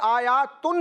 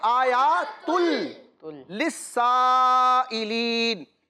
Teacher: اس دو پیش کی تنوین کو ہم نے لام کے ساتھ ملانا ہے لیکن غنہ نہیں کرنا · Shown in: second take · Term: ادغام